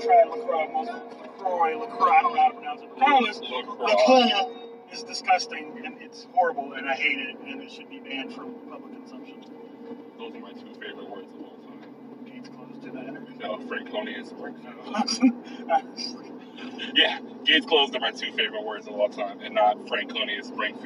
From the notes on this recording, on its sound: Very rough fucking audio.